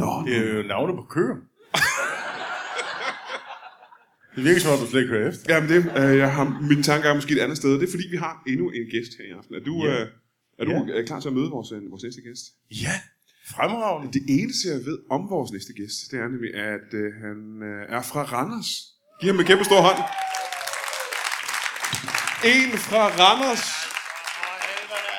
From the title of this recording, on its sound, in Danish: LIVE fra Aalborg